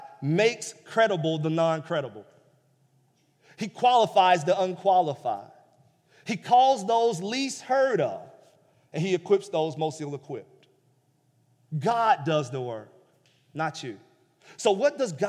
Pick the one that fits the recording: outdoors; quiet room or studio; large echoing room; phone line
large echoing room